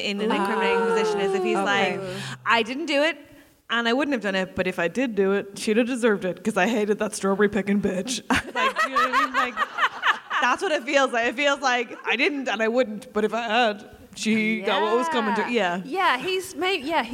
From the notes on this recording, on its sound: The Drunk Women are back in Edinburgh and already storming their Fringe run with sell out shows. In front of such a lovely audience. We hear from a member of the audience.